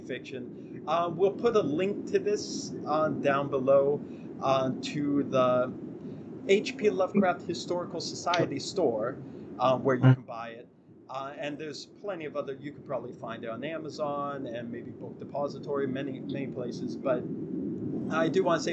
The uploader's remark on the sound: NOTE: There is a big sound mishap in the last few minutes of the video